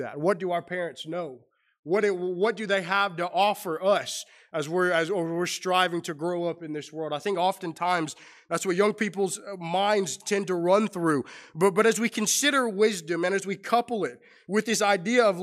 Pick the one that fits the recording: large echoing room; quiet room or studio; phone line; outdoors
large echoing room